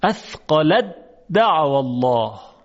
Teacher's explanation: حرف ته دو نقطه اصلا در تلفظ حذف میشه، فقط دال تشدید میگیره · Term: ادغام